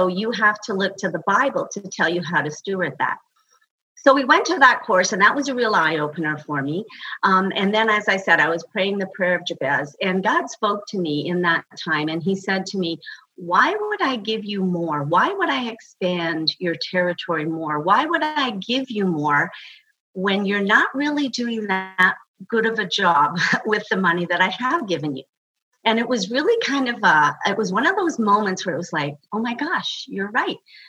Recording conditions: video call